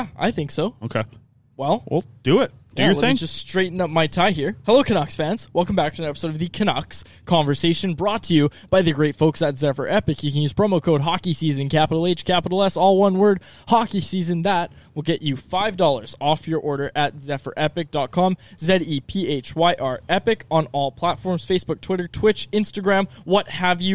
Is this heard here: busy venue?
yes